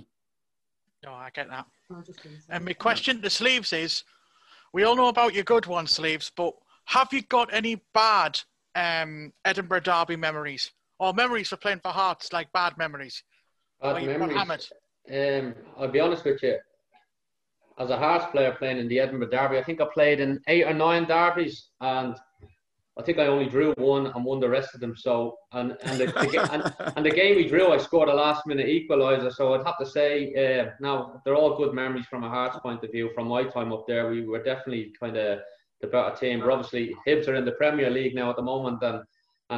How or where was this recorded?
video call